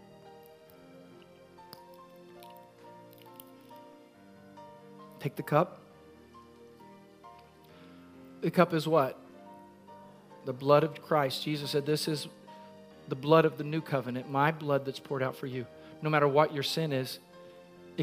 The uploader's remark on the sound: Recorded at Freedom Fellowship, 836 Regency Drive, Virginia Beach, VA 23454.